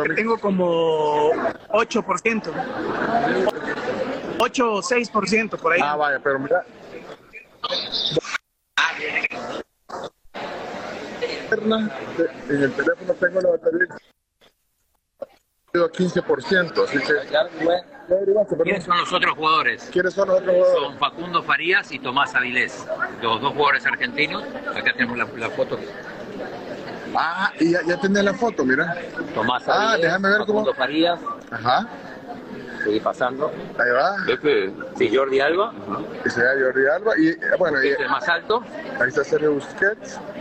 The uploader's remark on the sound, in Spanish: Transmisión de La Tribu en vivo desde el Hotel Real Intercontinental, sede del Inter de Miami.